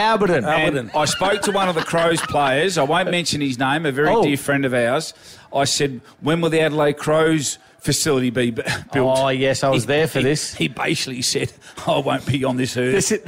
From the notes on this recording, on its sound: We're broadcasting live from Alberton Oval for the 'summer Showdown’